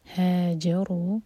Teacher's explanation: ہا کی سٹریچ کے بعد جیم پر زور پھر رو ہیوی